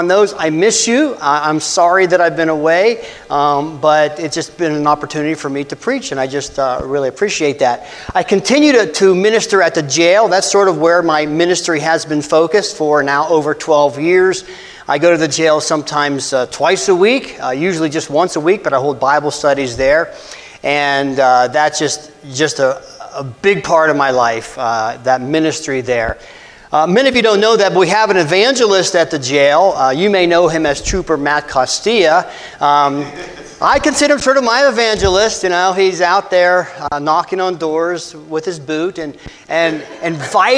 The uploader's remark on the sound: This message was delivered on Dec 24, 2023 at First Christian Church in Somerset, PA.